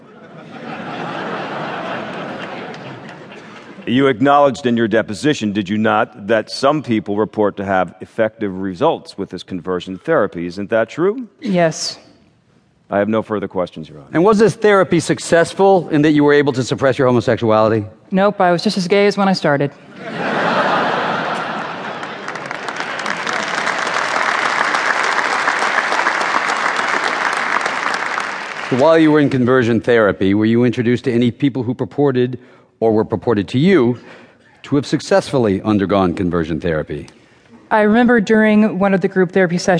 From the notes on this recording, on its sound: Recorded before a live audience at the Wilshire Ebell Theater, Los Angeles, on March 3, 2012.